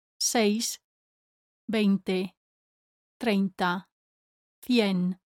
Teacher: The vowels E and I are both said. The vowel E is always longer than the I, but the I is still there. · Term: diphthongs